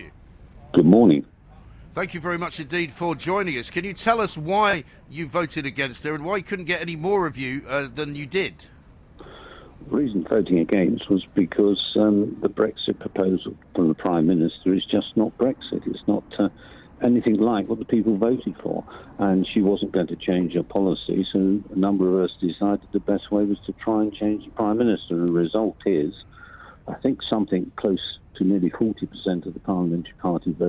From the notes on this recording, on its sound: Live from College Green.